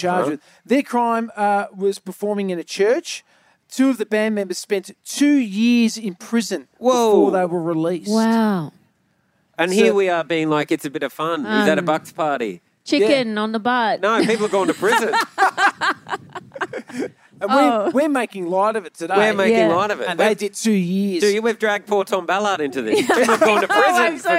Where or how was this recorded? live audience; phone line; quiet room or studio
live audience